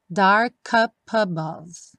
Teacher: Aqui, ele juntou o dark com o up e o up com above.